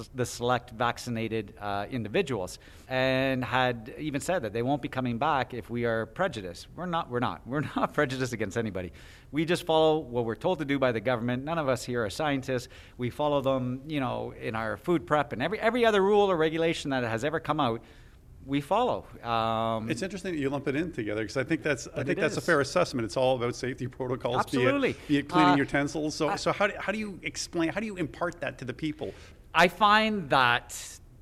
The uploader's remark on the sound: Bobcaygeon marked the first National Day for Truth and Reconciliation with a special ceremony. We bring you some of the voices and sounds from this important event.